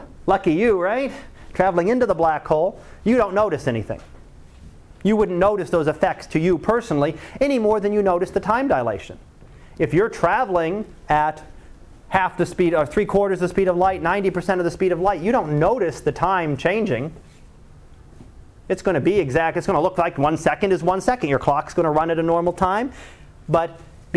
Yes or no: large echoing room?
yes